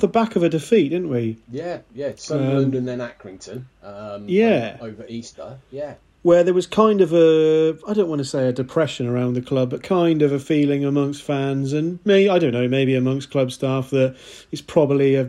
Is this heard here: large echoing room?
no